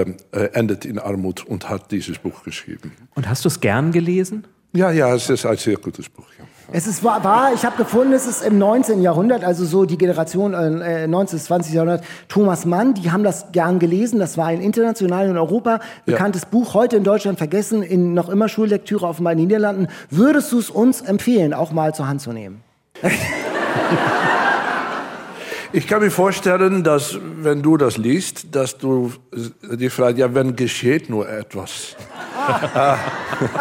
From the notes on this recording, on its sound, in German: Spaß mit dem Live-Publikum in der Empore in Buchholz.